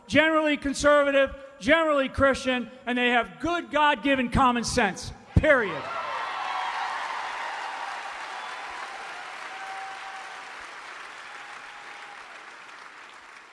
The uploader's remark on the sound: FULL SPEECH from Tulsa, Oklahoma. There was a standing ovation.